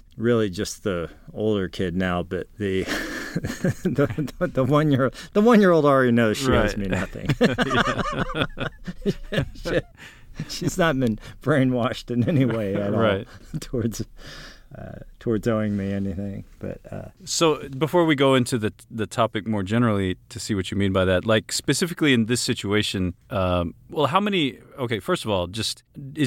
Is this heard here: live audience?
no